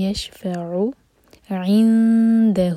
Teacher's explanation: من ذا الذی یشفع، سکون کے بعد فا پر زور اور عین ہے یہاں پر. یشفع عندہ، ہو چار حرکہ لمبا ہے، یہ ہے مد صلہ کبریٰ